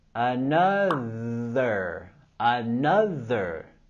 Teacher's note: Tenemos los sonidos vocálicos en la palabra another, también con el sonido TH sonoro.